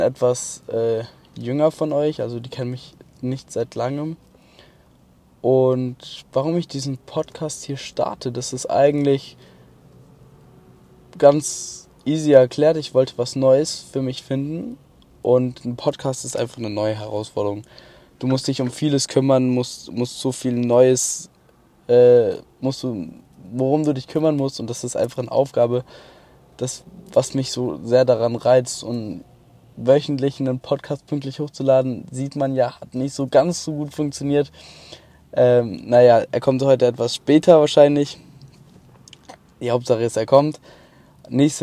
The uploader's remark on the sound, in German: Heute mal vom Autobahn Parkplatz. Auf dem nachhause weg hab ich kurz das Auto abgestellt das Mikrofon angeschlossen und auf Aufnahme gedrückt. Hoffentlich mit besserer Sound Kulisse.